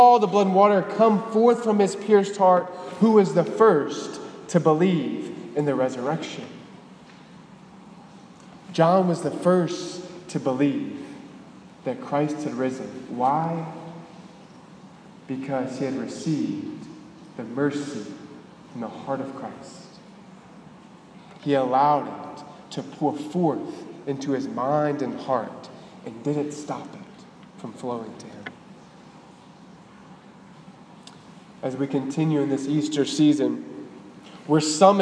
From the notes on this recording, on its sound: at the Cathedral of the Nativity of the Blessed Virgin Mary in Biloxi, MS.